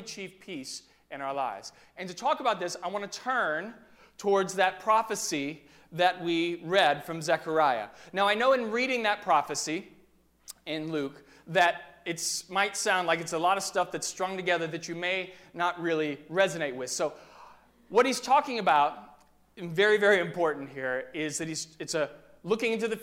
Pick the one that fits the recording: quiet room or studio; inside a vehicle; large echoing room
large echoing room